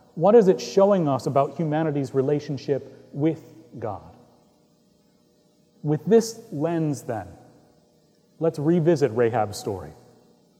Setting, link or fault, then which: setting, large echoing room